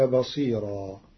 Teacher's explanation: قرأ ورش كلمة بصيرا بترقيق الراء وقفا ووصلا لأنها راء مفتوحة منونة وقع قبلها ياء ساكنة